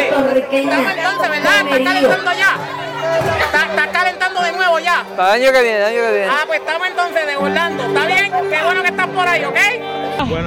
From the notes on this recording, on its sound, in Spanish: Tras la invitación que nos hicieran el Comité Organizador del Festival La Loma del Tamarindo a poder ir a grabar parte del Festival. Llegó al Festival y pudo grabar parte del evento, además de varias entrevistas.